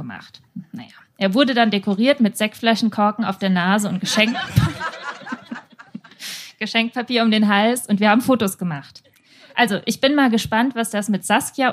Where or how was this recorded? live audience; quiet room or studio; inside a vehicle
live audience